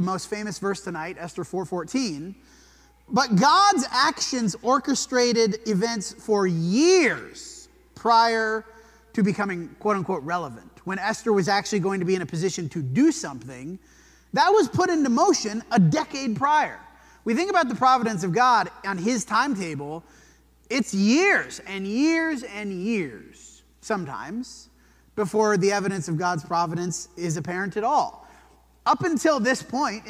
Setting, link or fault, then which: setting, large echoing room